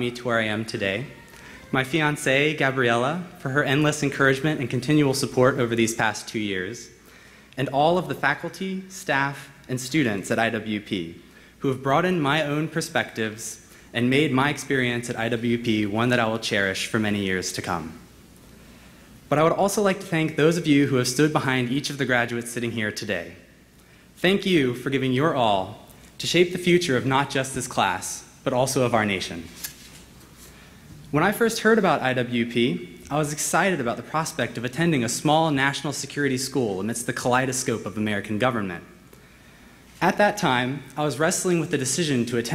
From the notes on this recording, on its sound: gave remarks during IWP's Commencement ceremony, which took place at the Fairmont Hotel in Washington, D.